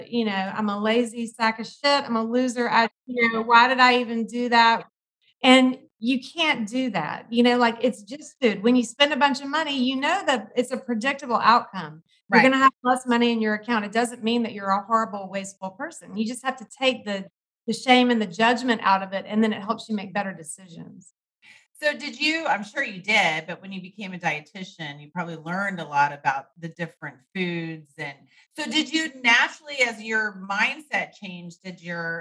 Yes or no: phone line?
no